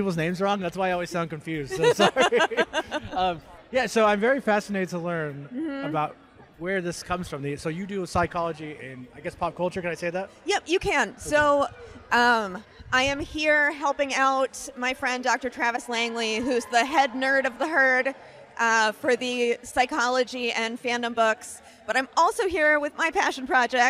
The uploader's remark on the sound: Live” at Fan Expo New Orleans.